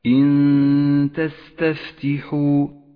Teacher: حرف التاء نخفي النون بالتاء مع بقاء غنة لحرف النون زمنها حركة ومن غير تشديد لحرف التاء · Term: الإخفاء